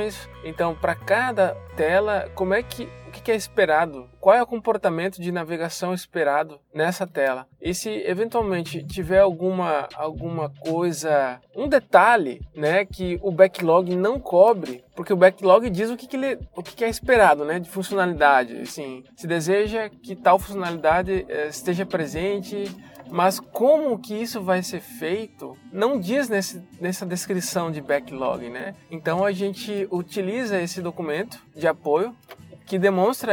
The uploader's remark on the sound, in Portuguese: Esse podcast é gravado durante o meu deslocamento no trânsito do Recife, dentro do carro enquanto dirijo por aqui.